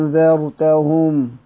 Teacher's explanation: ويكون عند الإبدال حرف مد سيكون قراءة بالمد المشبع، لأن عندنا حرف المد أتى بعده سكون فيكون من تقابيل المد اللازم.